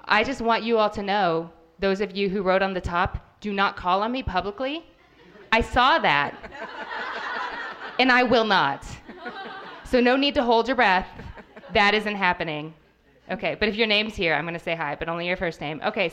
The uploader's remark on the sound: What Should I Read Next LIVE from Asheville. Malaprop's Bookstore in Asheville, NC. A WSIRN liveshow! For SEVERAL guests at the live event.